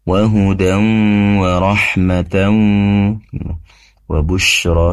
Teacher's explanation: pastikan وَهُدًى وَرَحْمَةً dengungnya sambil memunyongkan kedua bibir